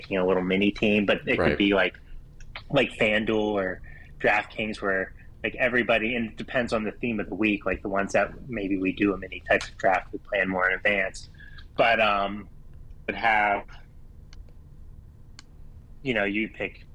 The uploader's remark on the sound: Sorry about the audio in this one.